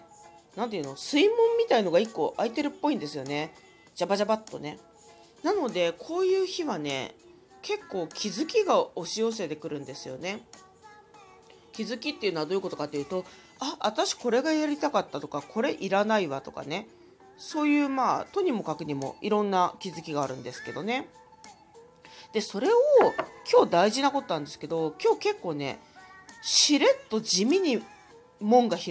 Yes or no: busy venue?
no